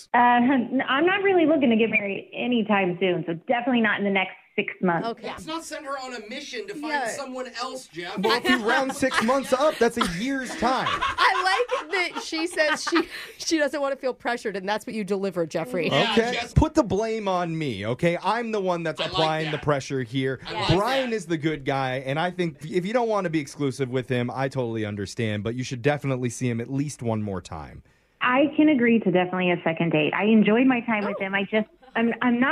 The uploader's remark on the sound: The guy on the phone today. Awkward Tuesday Phone Call.